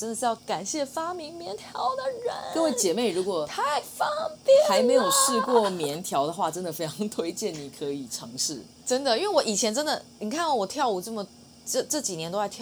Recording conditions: sounds in the background